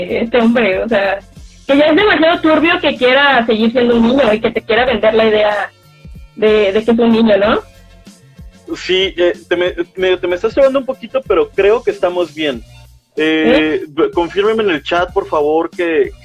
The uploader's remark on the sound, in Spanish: El audio no es el mejor.